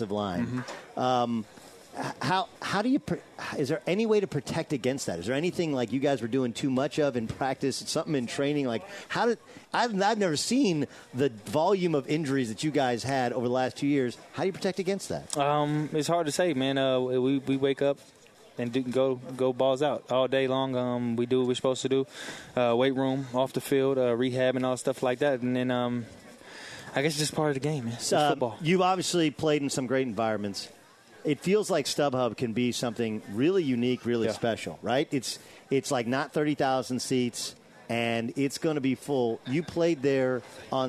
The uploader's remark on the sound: broadcasts live from Los Angeles Chargers training camp